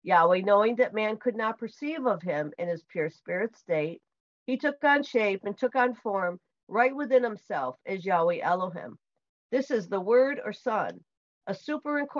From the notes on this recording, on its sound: Syracuse Zoom Class.